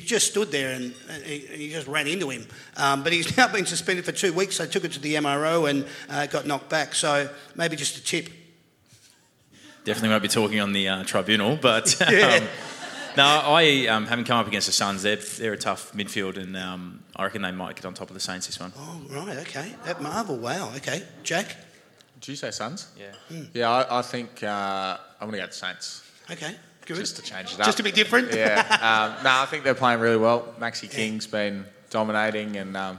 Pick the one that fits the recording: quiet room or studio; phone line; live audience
live audience